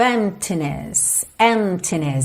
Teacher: emptiness, emptiness. A gente não pronuncia a letra P